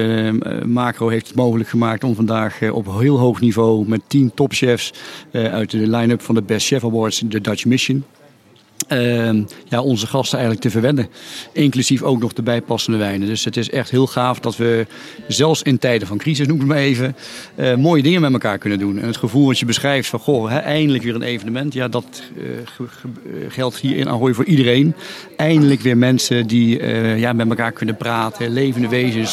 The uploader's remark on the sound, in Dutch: De Buik Live is eindelijk weer live in dit turbulente jaar, tijdens Gastvrij Rotterdam Special.